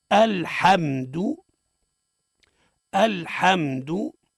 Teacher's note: الهمزة مرققة واللام مرقق والحاء مرقق والميم مرقق والدال مرقق